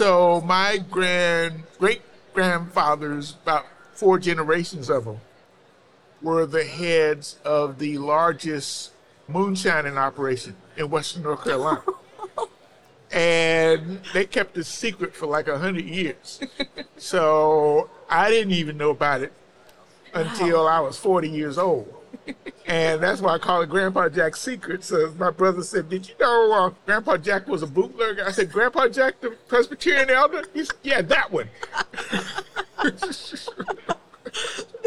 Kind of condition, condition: setting, busy venue